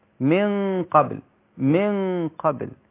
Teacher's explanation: مع مراعاة ترقيق الباء بعد القاف عشان ما تبقاش مفخمة